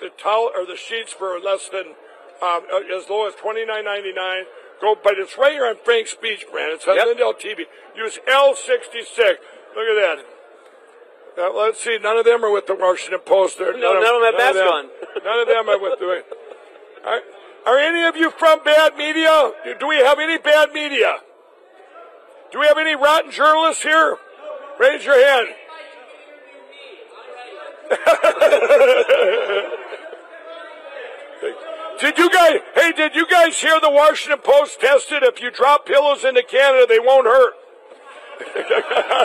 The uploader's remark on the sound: Live From CPAC